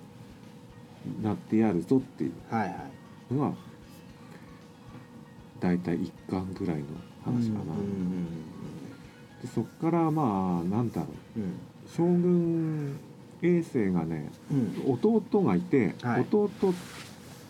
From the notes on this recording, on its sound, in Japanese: 収録時は金沢でキングダム展やってたんですが。今回も雑音多くてすみません。